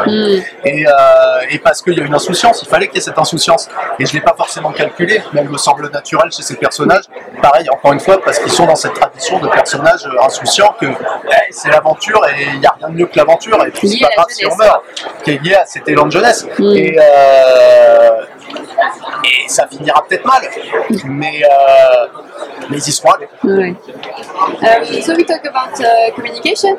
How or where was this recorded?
busy venue